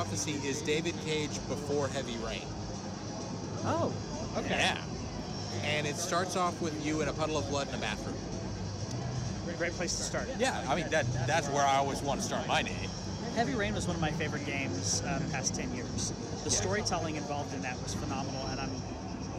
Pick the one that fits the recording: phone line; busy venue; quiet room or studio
busy venue